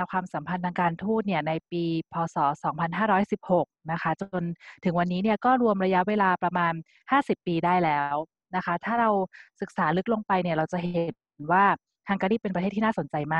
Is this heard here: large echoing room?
no